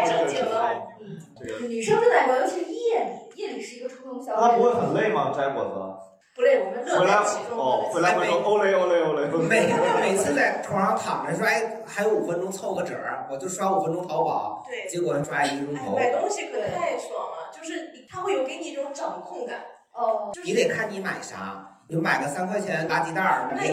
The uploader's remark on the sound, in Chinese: 最近两期由于场地不熟悉，设备出了问题，只能用备用素材，所以音质稍有问题。